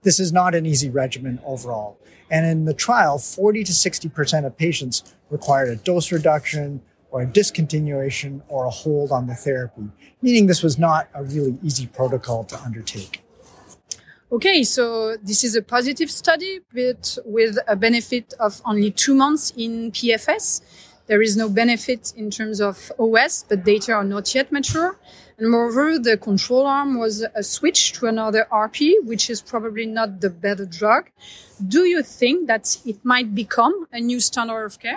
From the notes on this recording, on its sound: podcast interview live from ASCO GU24 in San Francisco